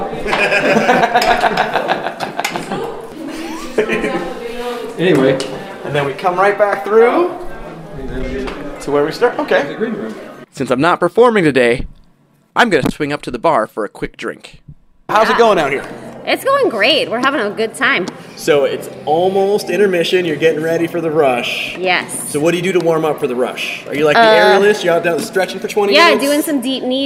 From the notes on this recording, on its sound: The Moisture Festival Podcast – Live at the 2023 Festival!